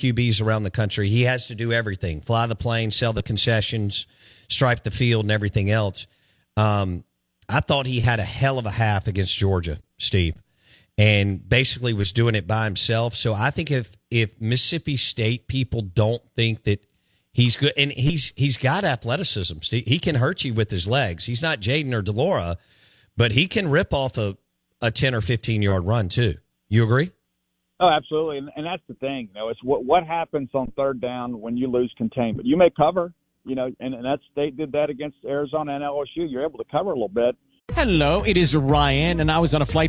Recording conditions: phone line